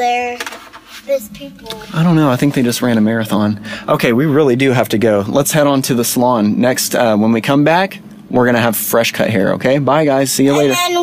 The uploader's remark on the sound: We pulled off the road